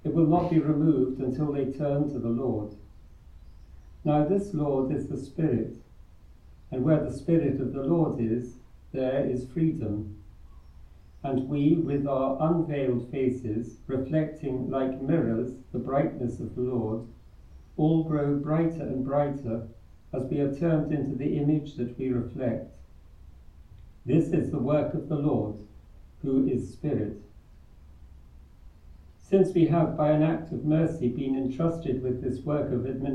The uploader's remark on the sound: Recorded live at Southgate House.